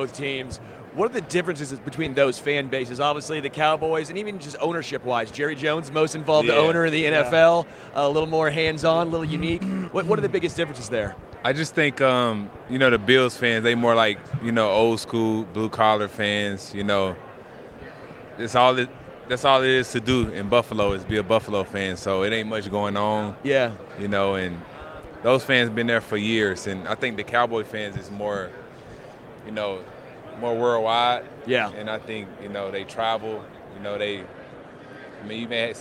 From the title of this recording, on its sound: Live from Super Bowl LVIII